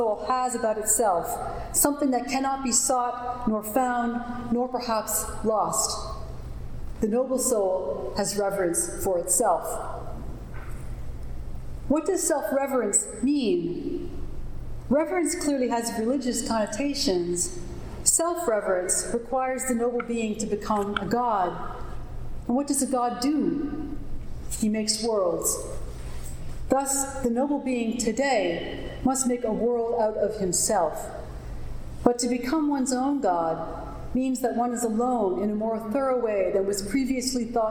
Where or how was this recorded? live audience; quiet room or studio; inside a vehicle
live audience